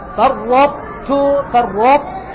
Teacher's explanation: والصواب أن تقرأ بإدغام مع مراعاة إبقاء الاستعلاء والإطباق الموجود في الطاء التي زالت